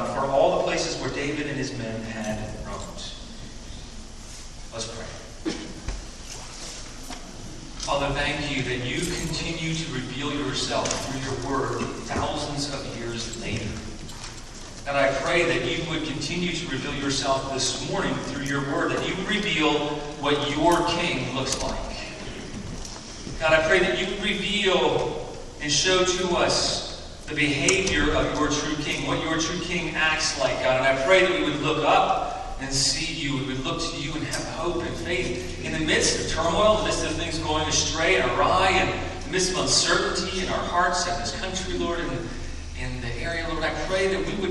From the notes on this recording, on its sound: Due to technical difficulties, this Sunday's recording is not up to our normal sound recording standards.